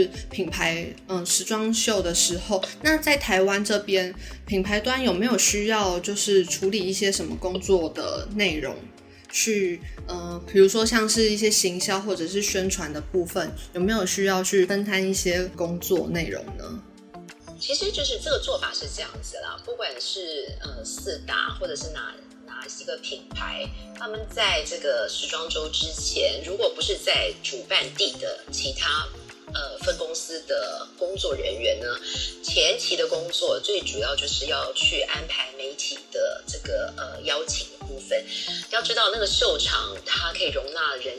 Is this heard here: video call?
yes